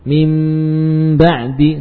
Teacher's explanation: Jadi nun diganti dengan mim ketika bertemu dengan ba. Nah. Dan bukan hanya diganti saja, namun dibaca dengan gunnah yang sempurna.